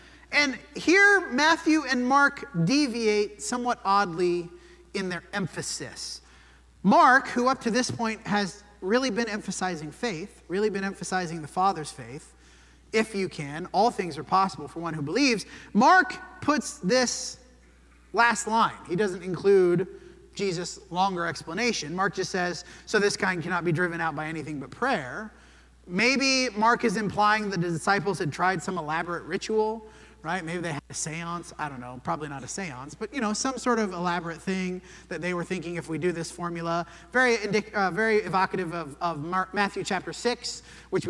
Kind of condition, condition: setting, large echoing room